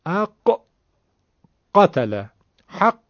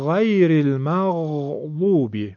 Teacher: فرق غین با قاف در اینه که قاف رو شدید و تک ضرب میگیم · Shown in: first take